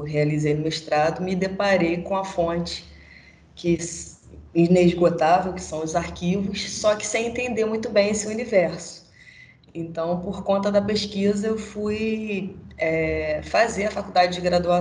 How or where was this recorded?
video call